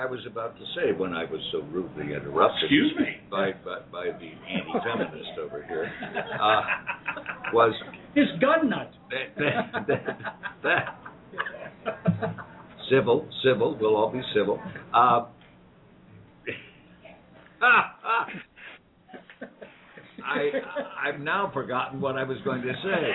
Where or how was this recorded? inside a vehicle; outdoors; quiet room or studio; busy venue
busy venue